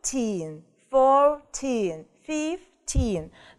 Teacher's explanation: У нас в числительных от 13 до 19 будет двойное ударение. То есть мы ставим ударение и на первый слог, и на второй.